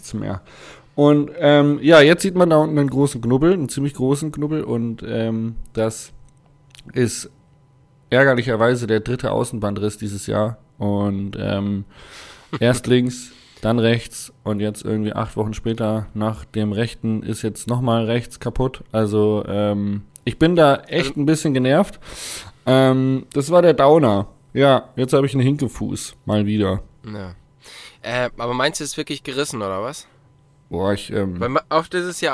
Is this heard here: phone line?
no